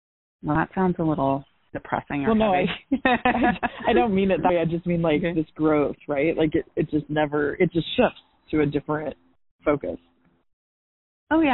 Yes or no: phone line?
yes